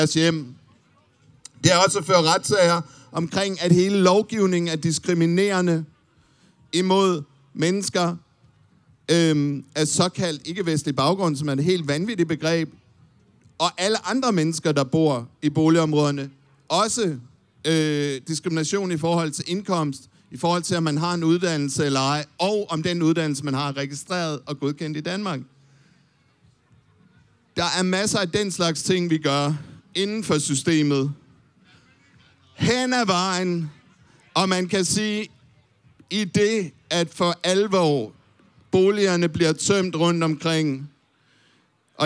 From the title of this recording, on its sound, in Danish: Live fra Fælledparken